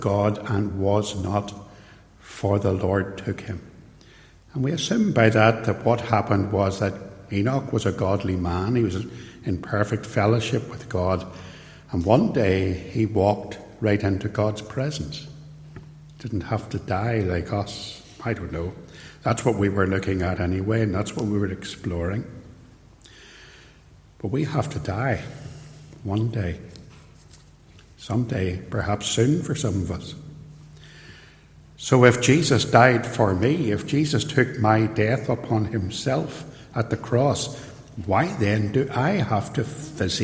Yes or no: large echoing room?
yes